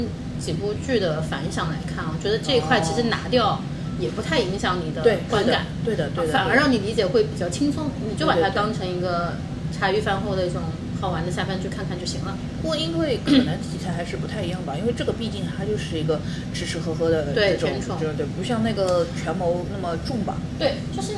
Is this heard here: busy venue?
yes